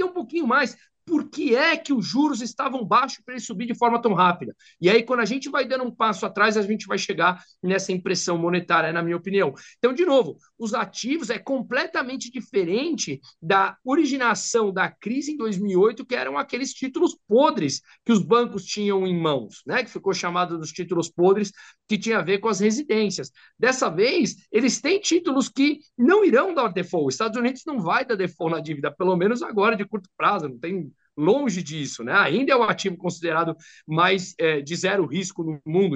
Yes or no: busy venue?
no